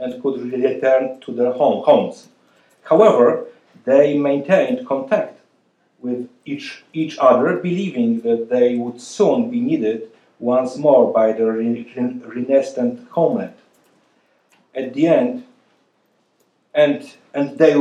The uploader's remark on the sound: This lecture was a part of The Ninth Annual Lady Blanka Rosential Kosciuszko Chair Spring Symposium. At The Institute of World Politics.